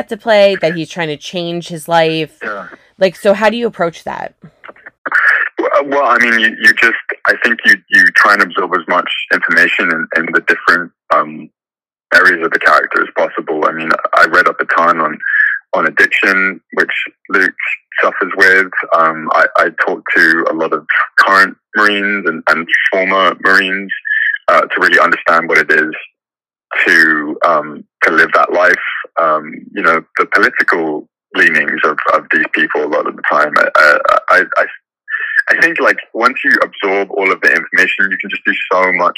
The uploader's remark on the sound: This interview was done over the phone